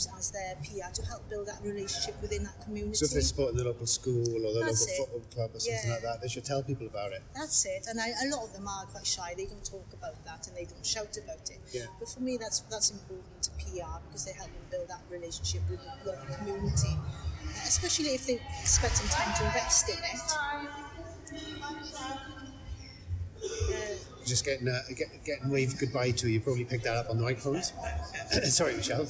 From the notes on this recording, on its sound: Audio recorded in the lobby of Swansea University SOM - Not awesome quality!